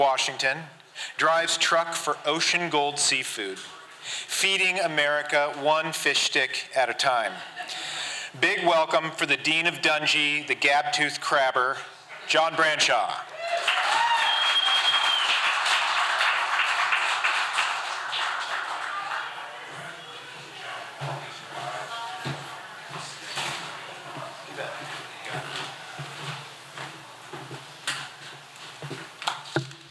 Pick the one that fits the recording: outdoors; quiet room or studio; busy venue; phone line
busy venue